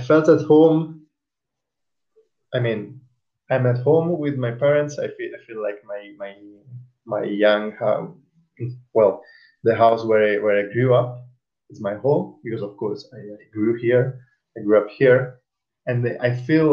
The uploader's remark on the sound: The sound quality is not as good as I would have wished but we had so many technical difficulties trying to record this talk I thin kthat is the best we will ever get.